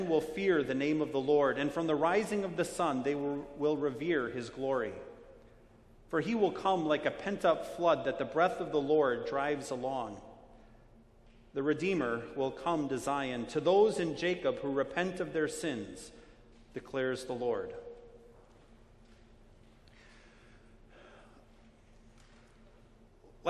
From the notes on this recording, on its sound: Sermon preached on Ash Wednesday, February 26, 2020, at Our Savior Lutheran Church in Birmingham, AL.